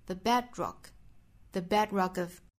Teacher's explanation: bedrock 这个词重音呢是在第一个音节上，我们读的时候是 the bedrockof。那这个词我们注意中间其实是有两个辅音连缀的，也就是 bed 尾部的 d 跟 rock 首音的 r，这两个音是可以拼成一个全新的音，也就是 dr。那我们可以把它当成一个音标来看，我们48个音标里是包含这一个的，它是发成 drdr，所以这个词 bedrock dr dr bedrock · 那我们需要注意第一个词 the 跟后面的 of 这两个虚词要弱读，所以说我们重点放在第二个词上 bedrock 这个词重音呢是在第一个音节上，我们读的时候是 the bedrockof。那这个词我们注意中间其实是有两个辅音连缀的，也就是 bed 尾部的 d 跟 rock 首音的 r，这两个音是可以拼成一个全新的音，也就是 dr。那我们可以把它当成一个音标来看，我们48个音标里是包含这一个的，它是发成 drdr，所以这个词 bedrock dr dr